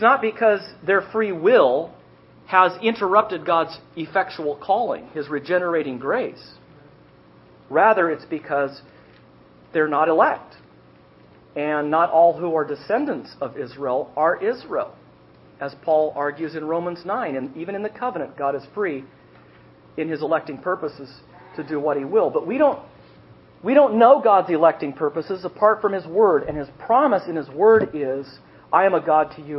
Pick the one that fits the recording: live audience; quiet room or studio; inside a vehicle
live audience